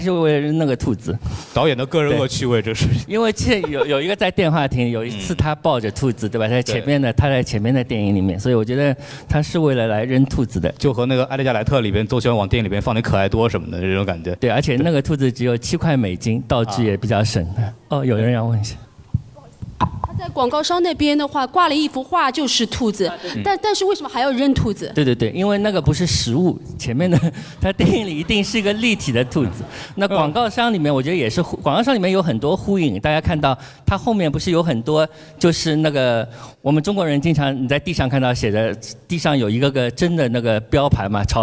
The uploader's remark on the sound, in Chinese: 上海美琪大戏院。映后交流的现场录音。回答了现场观众的录音。